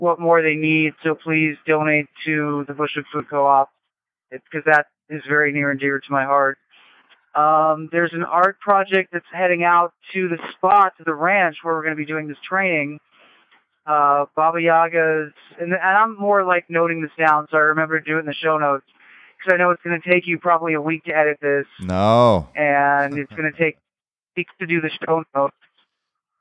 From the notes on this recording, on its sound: Nothing says dystopian future podcast like calling in from a Satellite phone while riding cross-country trains in the USA. As you'll hear in the first few seconds, sound quality was not the first priority on this very remote edition of SW2L. The IsatPhone2.